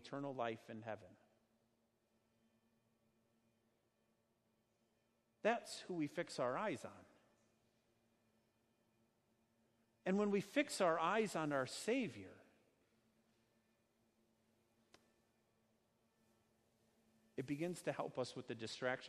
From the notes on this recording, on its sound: Sermon preached at Our Savior Lutheran Church in Birmingham, AL, on Sunday, August 4th, 2019